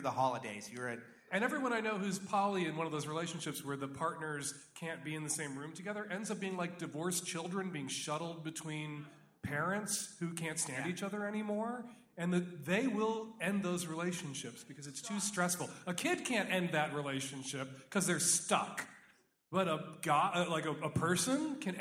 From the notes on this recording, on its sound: Live at the Neptune!